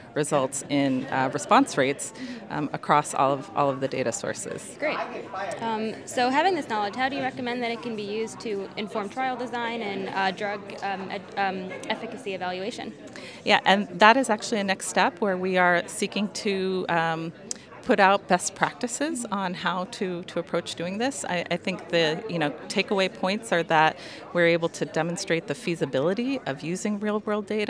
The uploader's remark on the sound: Listen in to this podcast recorded live at the American Society of Clinical Oncology (ASCO) Annual Meeting.